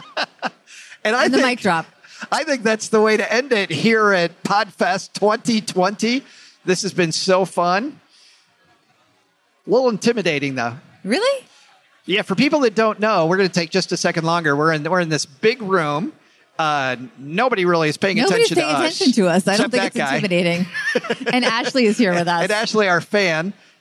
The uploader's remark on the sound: Live from PodFest. We traveled to Orlando. While there we performed a LIVE show.